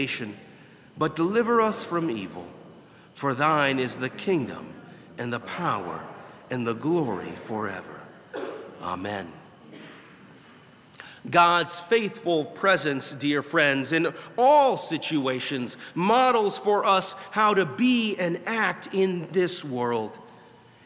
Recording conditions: large echoing room